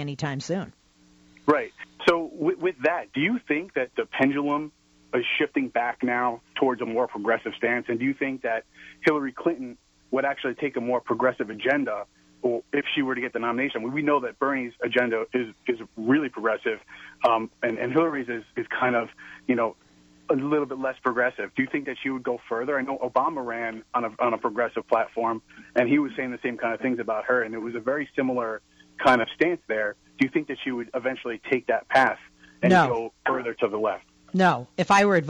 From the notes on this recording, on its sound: This then spurs another supporter of Bernie Sanders to call in and disagree with the initial caller.